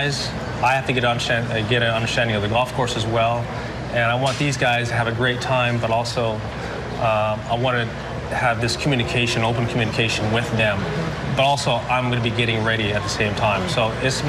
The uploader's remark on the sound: special Presidents Cup press conference